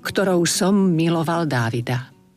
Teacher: Tam máme dve M, to znamená, že predĺžime vyslovenie toho prvého